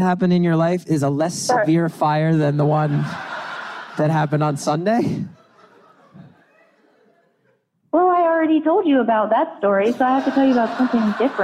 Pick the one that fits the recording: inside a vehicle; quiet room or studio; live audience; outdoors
live audience